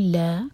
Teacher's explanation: لام پر فتحہ ساتھ میں الف دو حرکہ لمبا